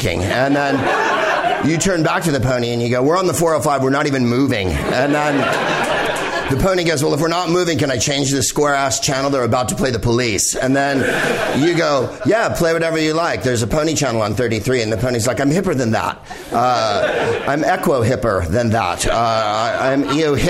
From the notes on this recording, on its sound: Live from the NerdMelt Showroom in LA